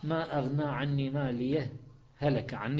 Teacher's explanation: أحيانا تستصعب إدغام الهاء بالهاء فتسكت سكتة لطيفة